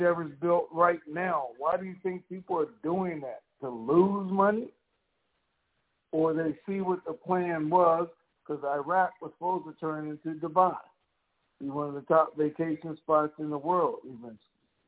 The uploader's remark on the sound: TNTSuperfantastic Conference Call